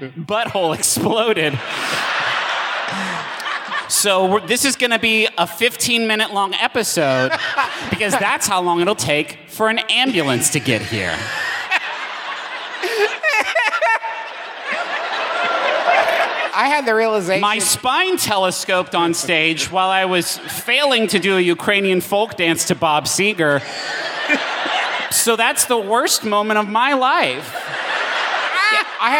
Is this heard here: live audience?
yes